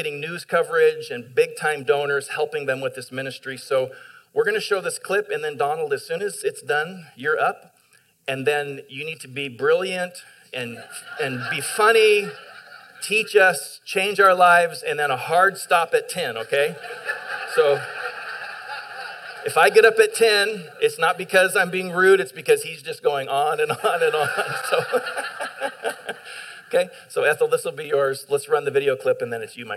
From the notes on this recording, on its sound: Delivered on 18 July 2021 at Grace Church of La Verne. Delivered on 18 July 2021 at Grace Church of La Verne .